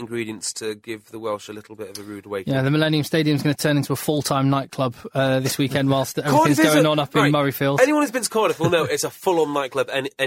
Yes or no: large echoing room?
no